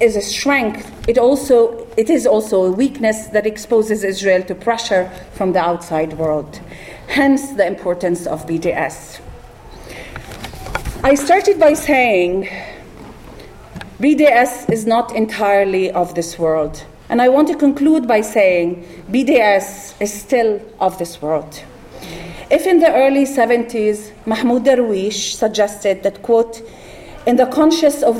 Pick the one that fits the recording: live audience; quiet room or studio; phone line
live audience